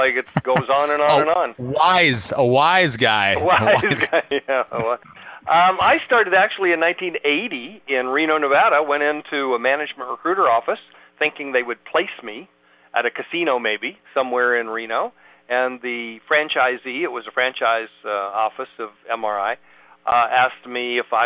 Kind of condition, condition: link, phone line